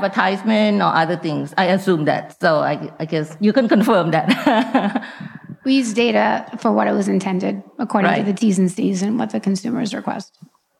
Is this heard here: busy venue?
yes